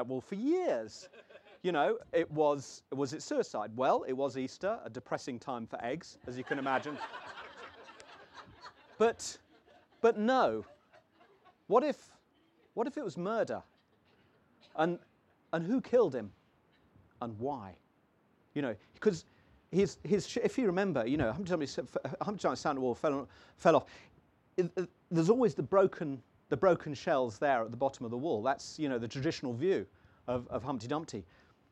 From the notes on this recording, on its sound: holds a packed marquee in the palm of his hand at the 2022 North Cornwall Book Festival